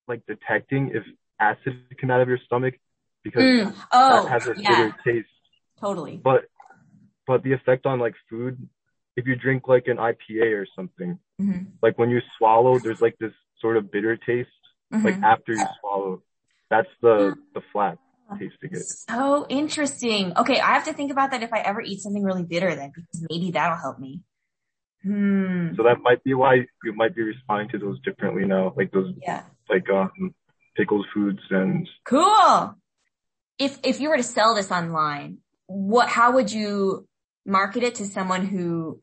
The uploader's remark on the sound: I asked if I could simply record a cold phone call with him, and he was miraculously game. This is our literal phone conversation of our first time ever speaking.